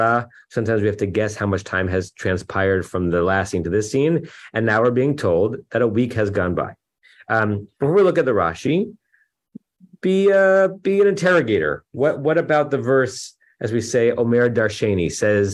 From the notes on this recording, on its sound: Temple Beth Am, Los Angeles.